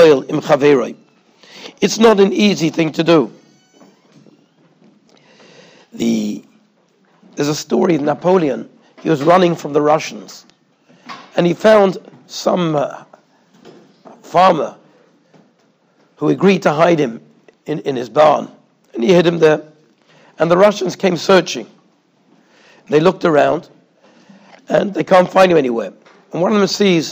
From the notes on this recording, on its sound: Shiur recorded in Yeshivas Ohr Reuven, Monsey, NY.